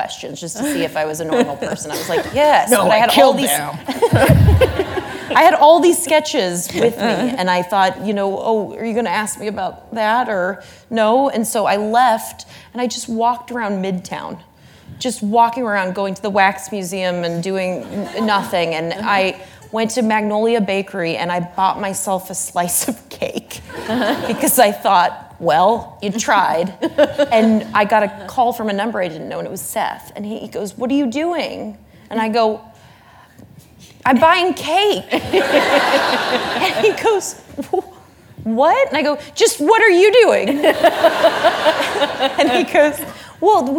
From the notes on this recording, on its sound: In front of a live audience at New York's 92nd Street Y.